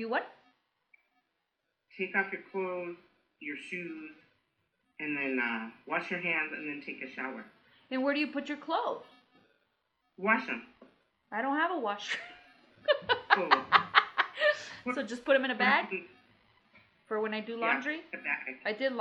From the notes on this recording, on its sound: We are doing the best we can with social distancing, sounds not the best, situation is not the greatest, we will figure this out.